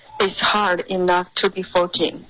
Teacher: Hard enough 要连读 OK,然后 it's and hard 要连读，所以就是你读的特别官方，应该要有一个连读